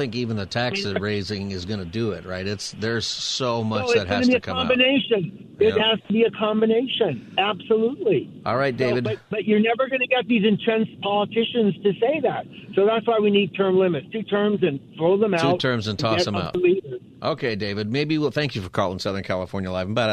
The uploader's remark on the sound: open phone Friday